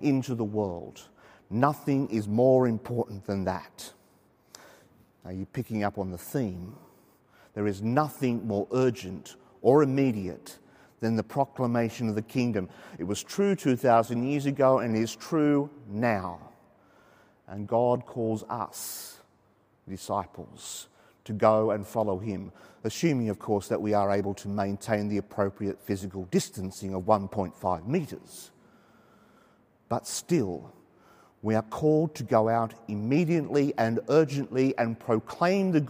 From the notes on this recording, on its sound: Saturday evening Mass from Sacred Heart Cathedral, Hamilton.